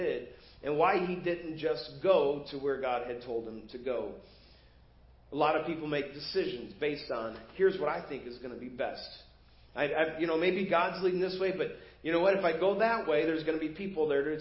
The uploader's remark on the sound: Preached at First Baptist Church of Hazel Park